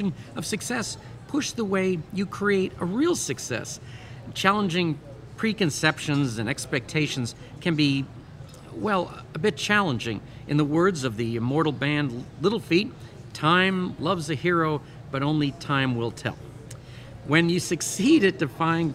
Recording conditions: busy venue